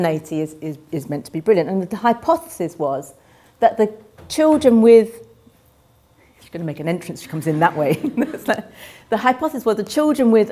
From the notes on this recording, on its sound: Keynote speech of the launch of the University of Oxford Race Equality Network